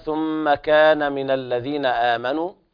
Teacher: ثم حرف غنة مشدد يغنى بمقدار حركتين